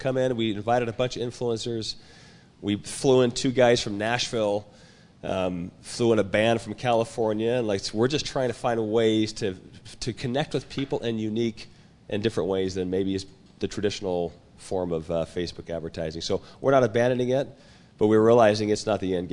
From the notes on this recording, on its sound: Audience Q&A